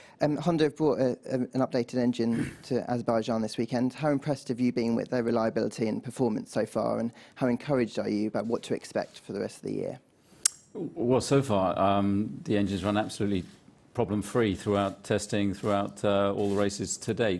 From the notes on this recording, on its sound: Baku Friday Team Principals Press Conference